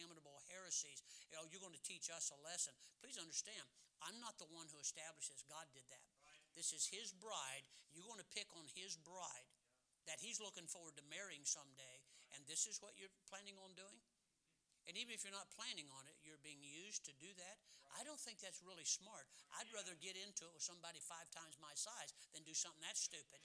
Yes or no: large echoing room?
yes